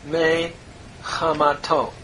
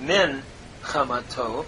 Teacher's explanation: And notice, may is the preposition from, since the noon could not assimilate in the chet, and we couldn't have min hamato, because the chet, being guttural, cannot take a doubling. So we have compensatory lengthening from a hirik to a tseri · Shown in: first take